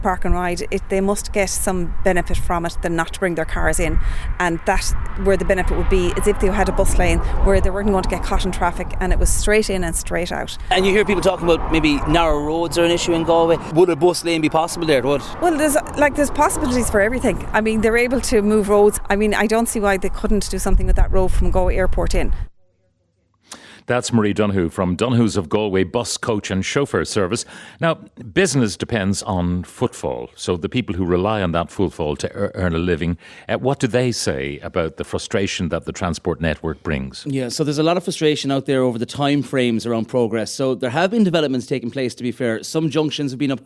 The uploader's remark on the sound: As we broadcast live from the Galmont Hotel in Galway as part of Newstalk's Summer Tour.